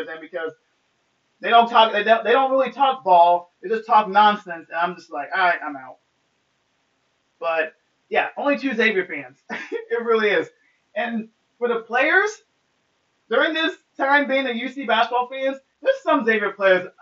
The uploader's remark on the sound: forgive me of the audio on this pod smh.